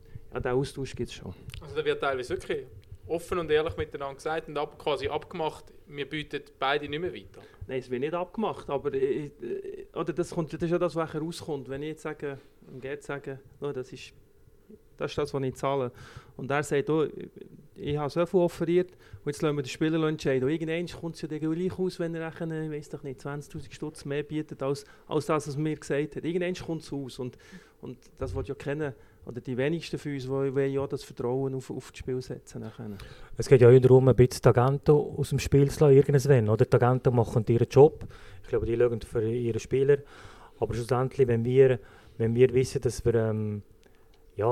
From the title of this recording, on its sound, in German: Live aus dem Fanlokal «Seeschwalbe»